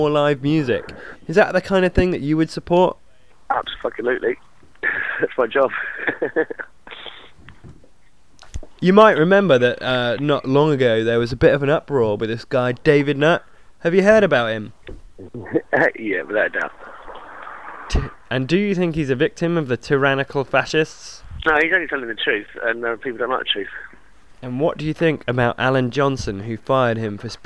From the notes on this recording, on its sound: first telephone interview